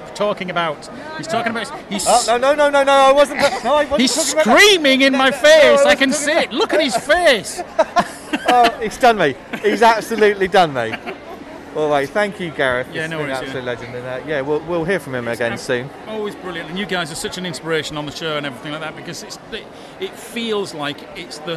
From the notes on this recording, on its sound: Live from Thought Bubble 2021! Live from the convention floor (and a bit of a hotel room - oh my), its the Awesome Comics Podcast Thought Bubble 2021 special!